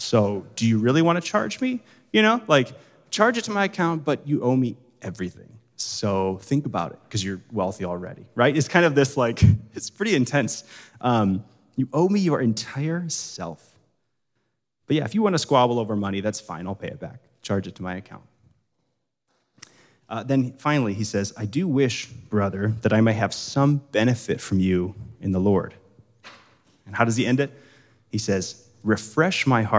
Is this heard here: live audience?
yes